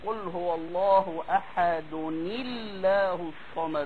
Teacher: في الاخر نون ساكنه وهنا الف الوصل ساكنه، فهنحرك واحده من الاثنين. فلما حركنا واحده من الاثنين هنحركها بالكسر